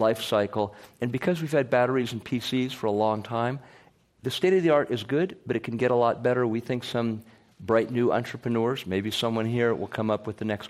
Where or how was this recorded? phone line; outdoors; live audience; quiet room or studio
live audience